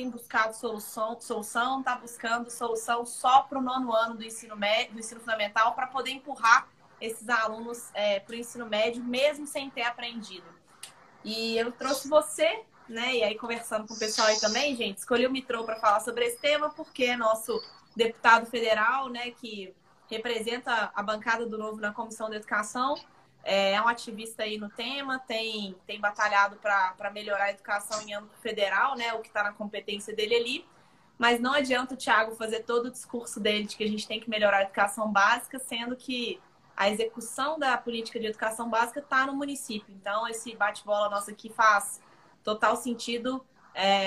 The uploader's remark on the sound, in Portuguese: Live feita no Instagram